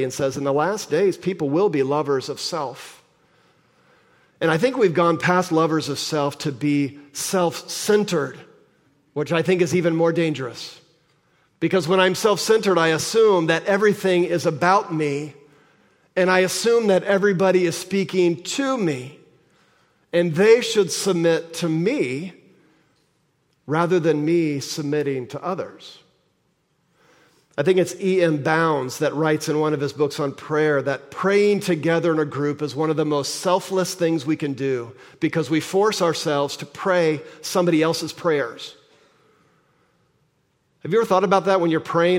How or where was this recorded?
large echoing room